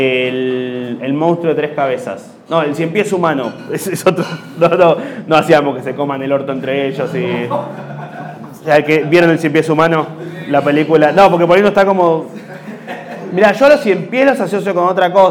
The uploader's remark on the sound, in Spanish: En vivo en Bahía Blanca.